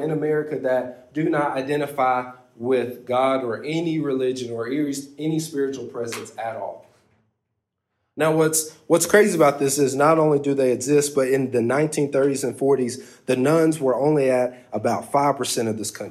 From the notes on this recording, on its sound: This is a recording (RAW and UNEDITED) of one of our youth services!